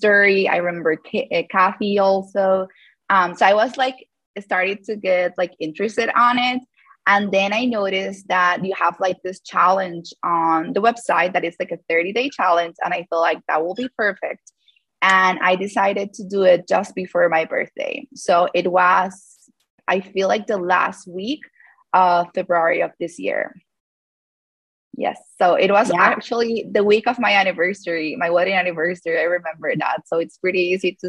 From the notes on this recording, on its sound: In this live call